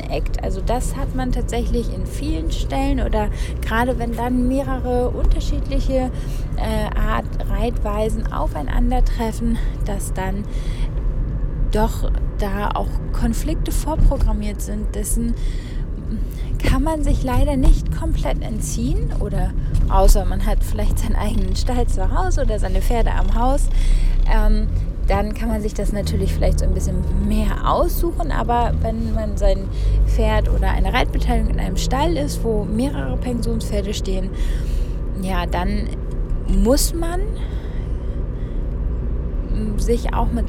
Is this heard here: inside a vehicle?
yes